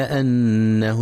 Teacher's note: ينتبه القارئ لغنة النون المشددة في كلمة أنه، فهي أكمل ما تكون. كذلك ينتبه لفتح الهمزة وعدم كسرها، فلا يقرأ إنه